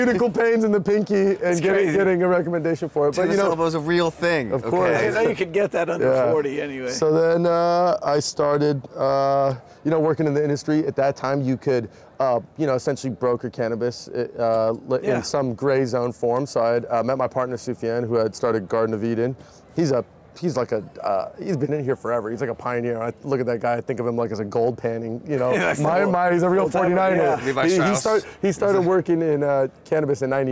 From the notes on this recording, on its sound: Live from New West Summit.